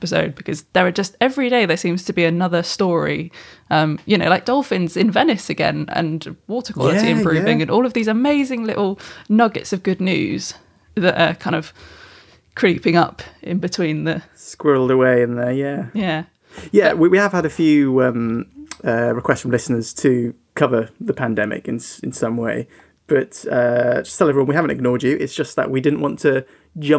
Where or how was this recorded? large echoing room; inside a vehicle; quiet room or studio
quiet room or studio